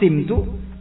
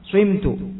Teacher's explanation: Dengan dhammah, sumtu. Yang mabni lil majhulnya bisa dengan kasrah, simtu atau dengan ismam, swimtu